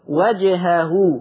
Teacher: بيان القلقلة لحرف الجيم